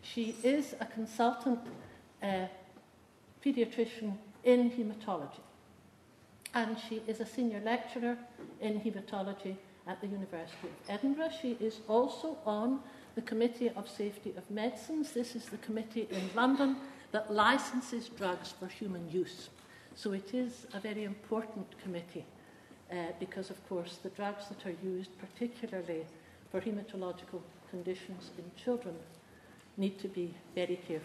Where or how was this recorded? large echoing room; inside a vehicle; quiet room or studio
large echoing room